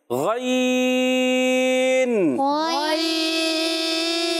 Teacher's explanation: गईन अदा होता है हलक के ऊपर वाले हिस्से से